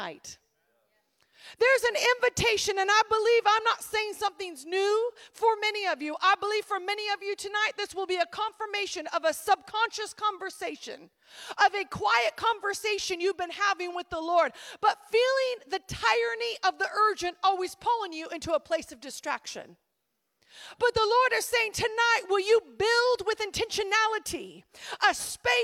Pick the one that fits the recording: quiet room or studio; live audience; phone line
live audience